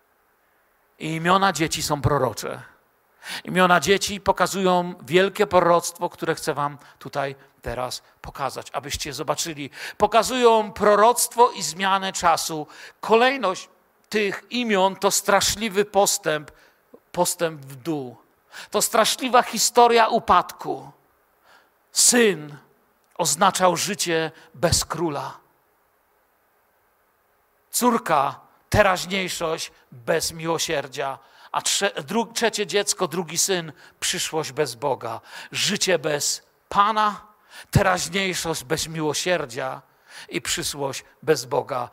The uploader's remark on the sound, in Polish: Wykład został nagrano podczas środowego wieczoru z Bożym Słowem w Kościele „Filadelfia” Bielsko Biała